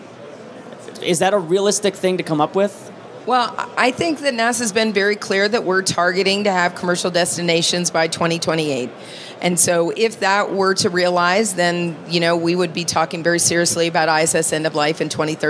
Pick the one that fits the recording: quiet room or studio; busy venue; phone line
busy venue